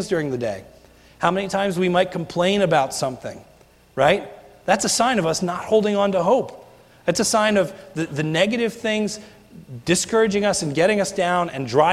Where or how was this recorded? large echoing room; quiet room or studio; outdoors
large echoing room